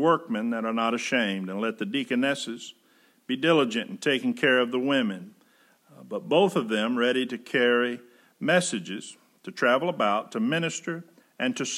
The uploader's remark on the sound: Preached May 31, 2020 at General Baptist Church God's House of Prayer in Fairborn, Ohio.